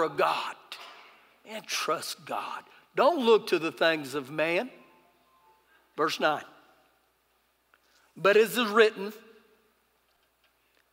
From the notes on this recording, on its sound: Recorded live during our Sunday morning service